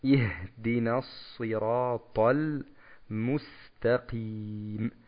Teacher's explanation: Also das H hier wieder deutlich aussprechen, insbesondere weil es hier vokallos ist, da muss man drauf ein bisschen stehen bleiben. اِهْدِنَا الصِّرَاطَ الْمُسْتَقِيمَ.